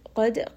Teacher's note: dal has qalqala, it is part of qutub jad, so give it a little bit of that bounce.